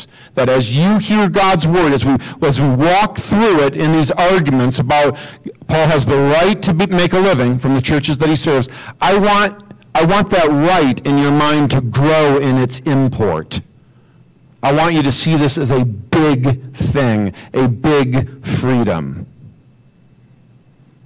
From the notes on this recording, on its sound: We are in the process of upgrading our AV equipment and working out the bugs. As a result, this week's audio is somewhat distorted.